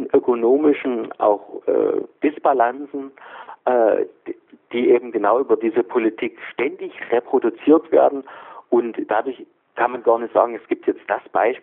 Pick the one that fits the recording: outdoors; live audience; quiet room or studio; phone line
phone line